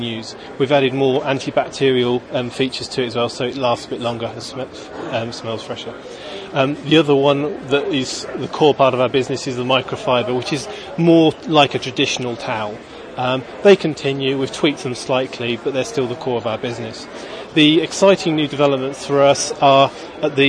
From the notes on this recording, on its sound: More interviews recorded at the 2006 Harrogate Trade Fair for the Outdoor Industry.